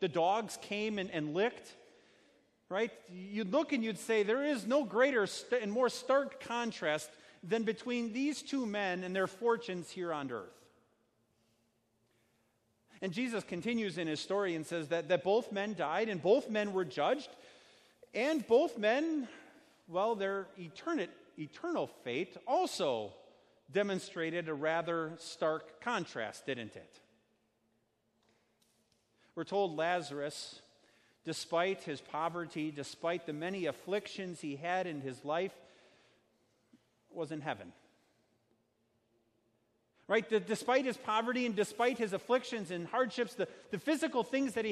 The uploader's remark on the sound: Sermon preached at Our Savior Lutheran Church in Birmingham, AL, on Sunday, October 6, 2019.